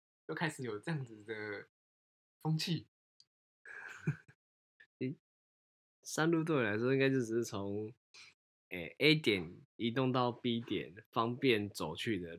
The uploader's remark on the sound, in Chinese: 這集收音有些問題，敬請大家見諒